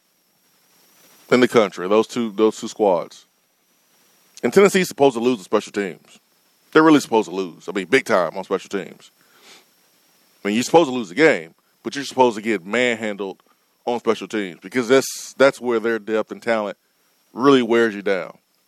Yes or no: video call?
no